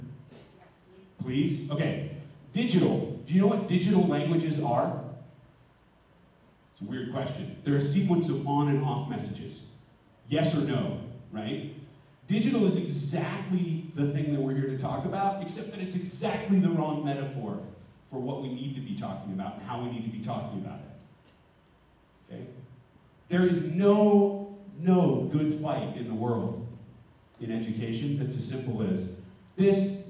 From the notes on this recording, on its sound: Future Ready Schools Denver Summit Keynote (Audio Only).